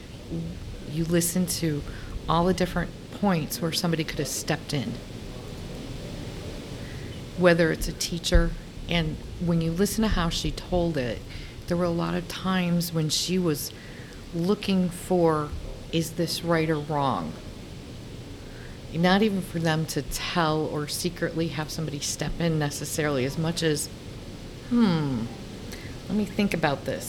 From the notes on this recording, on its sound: This interview is from a recent conference